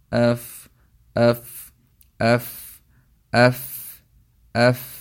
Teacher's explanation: نیچے والے ہونٹ کے اندر والے حصے کو، جو گیلا حصہ ہے، اس کو اوپر والے دو دانتوں کے ساتھ ملائیں